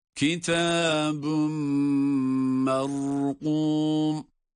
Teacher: Mime idgam edildiği için tenvin. Şeddeli mim gibi okunuyor.